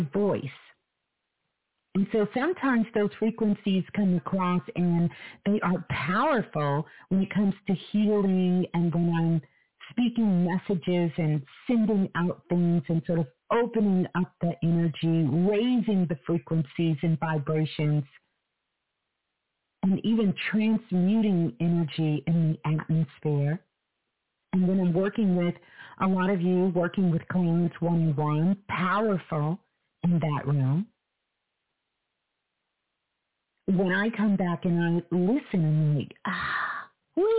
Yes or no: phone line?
yes